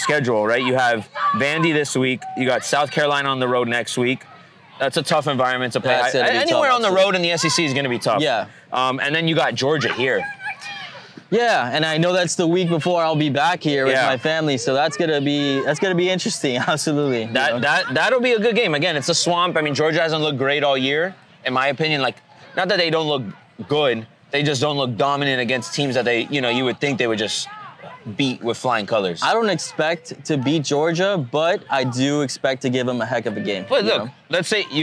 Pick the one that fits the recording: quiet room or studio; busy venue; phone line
busy venue